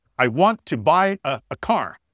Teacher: So there we've got three words, want, buy, car, that need to be stressed. · Term: word stress